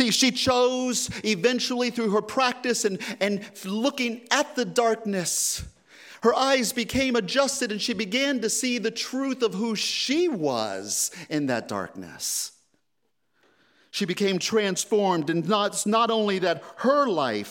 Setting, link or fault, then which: setting, large echoing room